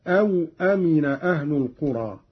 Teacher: قرأ قالون بإسكان الواو هكذا أو أمن أهل القرى، على أن أو حرف عطف للتقسيم، والمعنى أفأمنوا إحدى العقوبتين.